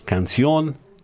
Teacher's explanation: Canción, the stress is in the last syllable